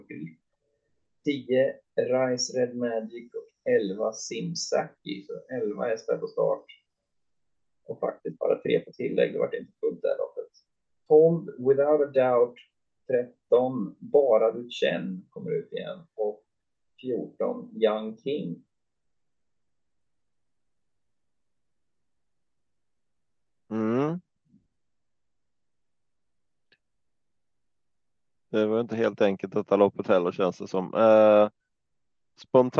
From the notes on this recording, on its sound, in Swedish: Fortsatt teknikstrul, Inte bästa kvaliten på ljudet.